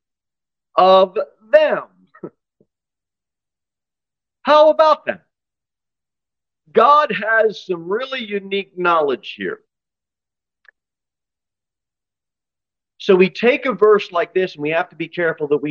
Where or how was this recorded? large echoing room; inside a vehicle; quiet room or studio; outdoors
large echoing room